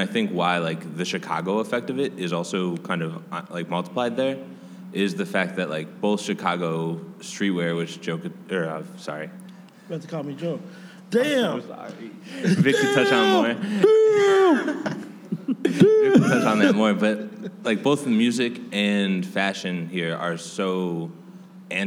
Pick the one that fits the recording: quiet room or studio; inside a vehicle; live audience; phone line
live audience